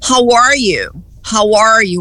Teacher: O A deles não é aquele A aberto, nosso, é mais fechado.